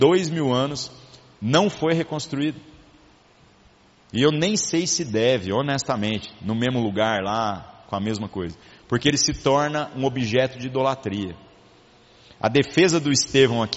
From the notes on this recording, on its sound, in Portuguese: Gravado em 01/05/2019 na Igreja Sal da Terra - Manifesto, em Uberlândia-MG. Culto semanal de exposição Bíblica.